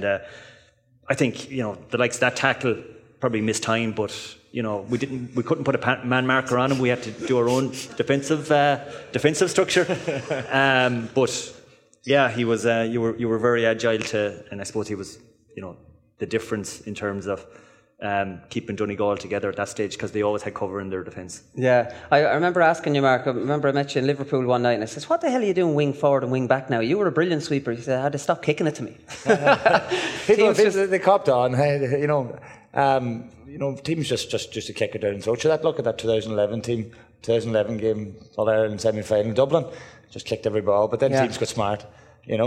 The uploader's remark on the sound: live from Westport